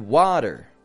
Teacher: However, if I say the word water, now that T, it's not disappearing like in gotten, it's not becoming nasal. However, it's not making a regular true T sound either.